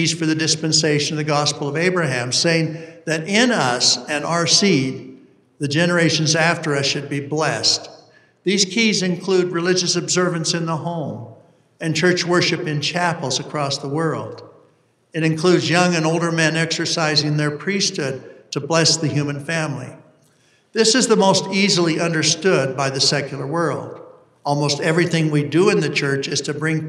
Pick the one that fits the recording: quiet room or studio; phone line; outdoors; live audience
live audience